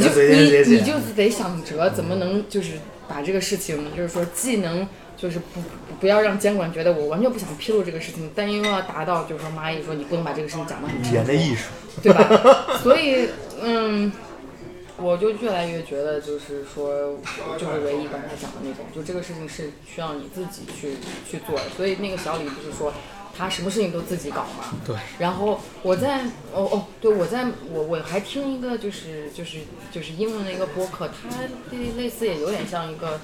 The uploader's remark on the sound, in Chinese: 因为对谈场所是在公共空间，所以杂音较多